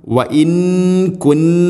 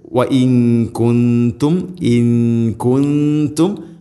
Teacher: നൂനിൻ്റെ ശബ്ദം അത്രത്തോളം അത് ക്ലിയറായിട്ട് കേൾക്കുന്ന രൂപത്തിലാവരുത് · Shown in: second take · വ ഇൻ കുന്തും ഇൻ കുന്തും, അവ്യക്തമാക്കി മണിക്കണം. · Term: ഇഖ്ഫാ ബിഗുന്ന